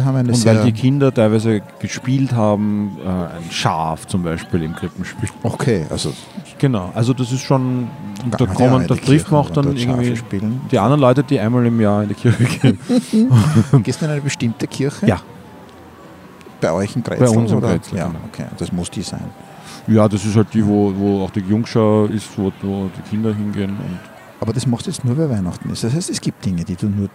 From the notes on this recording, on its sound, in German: Live vom Wiener Christkindlmarkt.